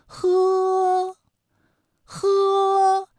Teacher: 舌根要用力，尽量的上拢靠近软腭，让气流从舌根和软腭之间流出 · Term: 擦音